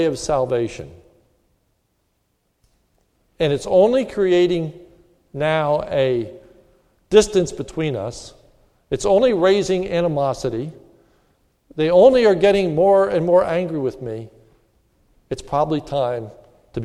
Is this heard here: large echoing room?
yes